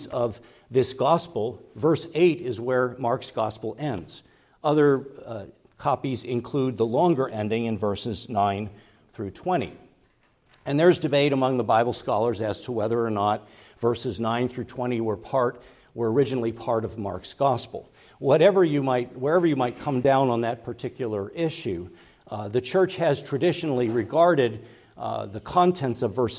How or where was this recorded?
large echoing room